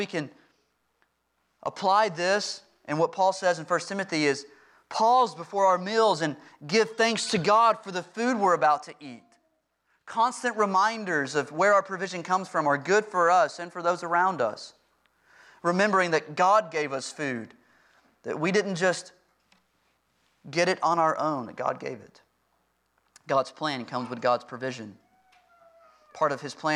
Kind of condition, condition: setting, large echoing room